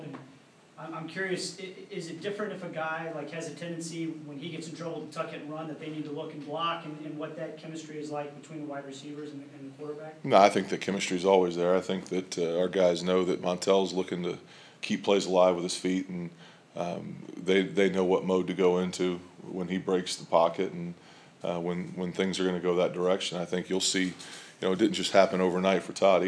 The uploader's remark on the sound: Press Conferences & Post-Game Interviews